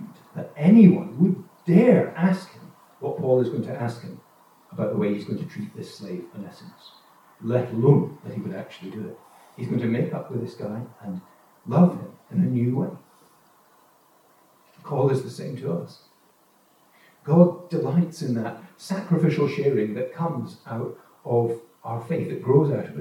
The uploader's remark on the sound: Note that the recording quality of this sermon is lower, due to technical problems during recording.